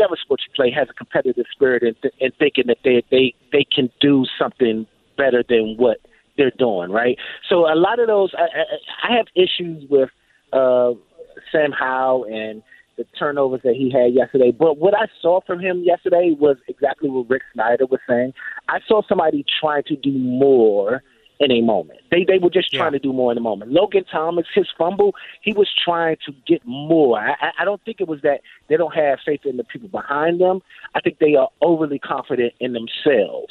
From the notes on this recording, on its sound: taking some callers